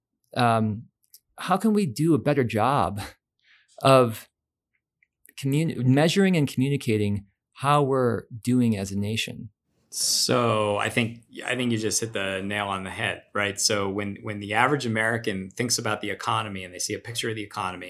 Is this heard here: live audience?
no